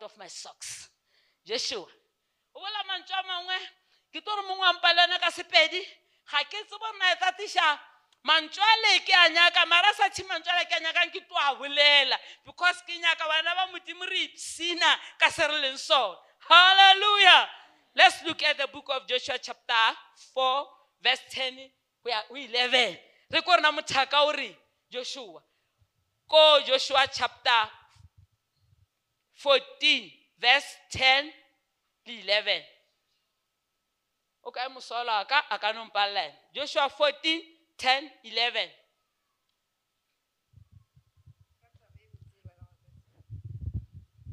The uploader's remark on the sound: Visited our church as a guest speaker. During the Faith Heritage Convention. Preached this sermon during our Sunday service.